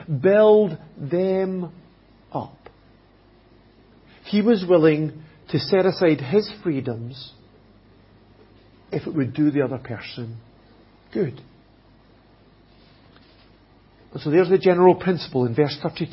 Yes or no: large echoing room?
yes